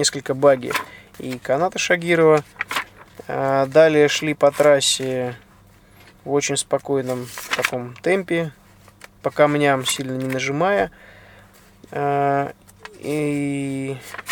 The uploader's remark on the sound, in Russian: Этот выпуск я записал на бивуаке посреди пустыни в Марокко, после финиша СУ4 ралли-марафона AFRICA ECO RACE 2016.